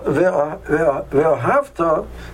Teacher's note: If you put the stress mil'el, it means past tense. When you put it nora, it means future tense.